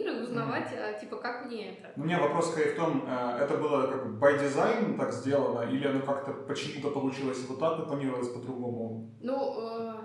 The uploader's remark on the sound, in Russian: Мы записывали выпуск в помещении с ужасным эхо, поэтому звук получился ужасным, о чём я узнал только после окончания записи.